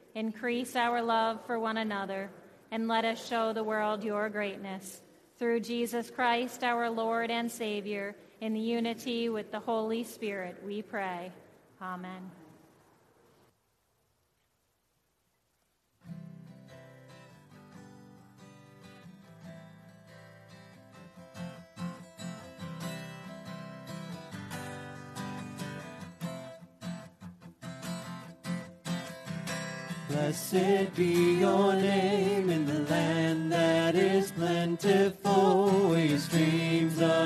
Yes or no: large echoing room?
yes